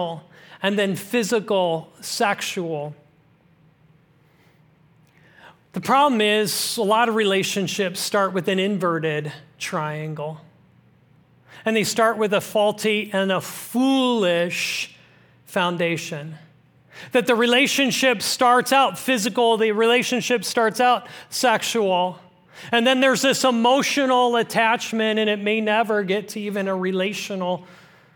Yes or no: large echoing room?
yes